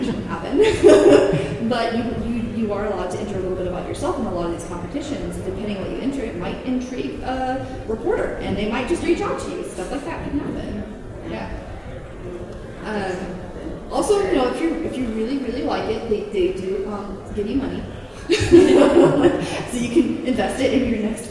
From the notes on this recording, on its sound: Wild Wild West Con 11 Panel. Recorded live at Wild Wild West Con at Casin Del Sol. Im Ballroom E.